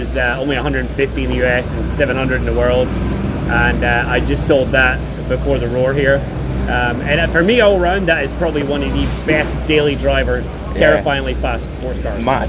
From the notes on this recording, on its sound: Live from Daytona. Sits down outside the Starworks motorsports trailer in the Daytona paddock.